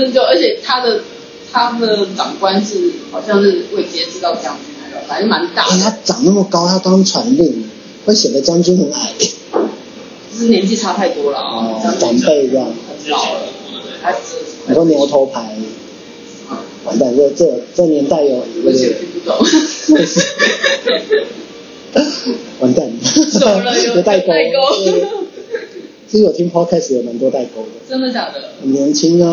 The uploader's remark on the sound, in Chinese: 麥克風測試，慎入！因為聽說ipadpro有媲美錄音室等級的麥克風。聲音有點砸，還有電動門的聲音。這音質有待進步。